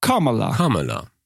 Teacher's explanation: Mit so einem offenen, so einem halboffenen O.